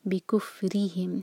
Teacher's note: رو کے نیچے کسرہ ہے تو یہ باریک ہونا چاہیے